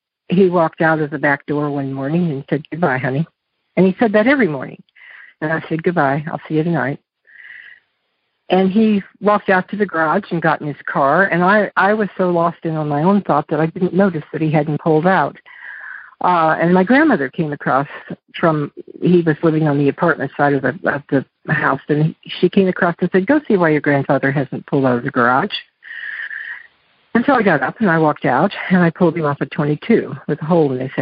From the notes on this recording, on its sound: Monday Noon Phone Speakers Series.